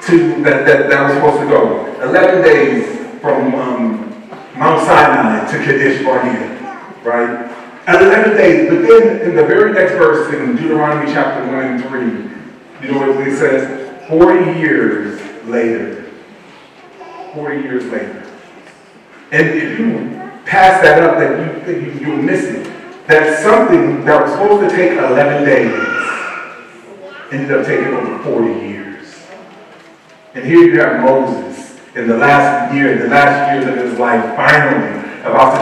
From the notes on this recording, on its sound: Once Again we apologize for the poor audio quality